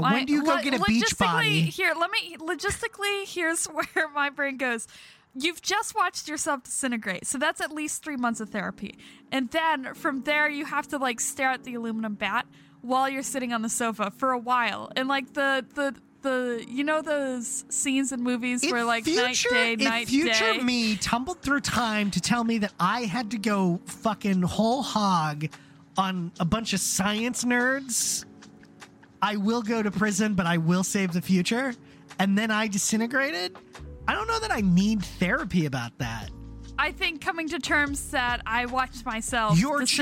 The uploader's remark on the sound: Sometimes, it’s just kinda hard to talk in the car. EDIT: Reupload to fix audio file issues :/.